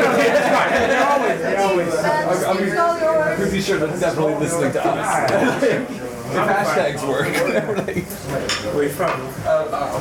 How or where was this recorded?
busy venue